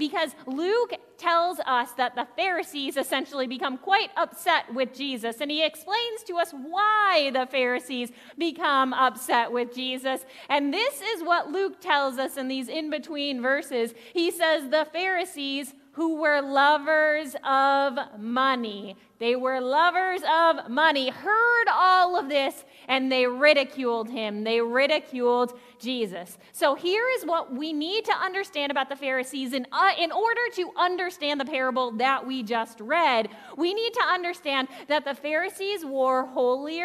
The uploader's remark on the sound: Audio from the second half of the 9am worship servcie. Zion United Church of Christ.